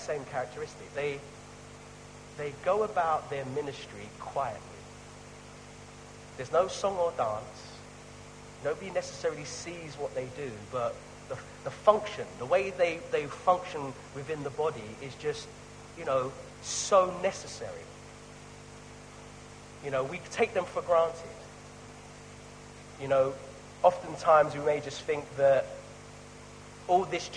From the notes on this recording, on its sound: Sorry for the poor quality of this weeks recording